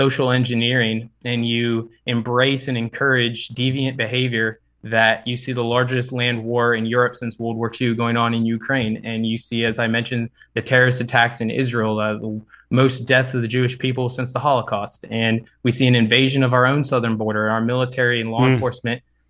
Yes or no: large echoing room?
no